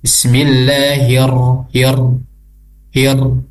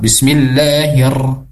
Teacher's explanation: Cukup sekali aja getarannya. Tidak boleh berulang-ulang. · Shown in: second take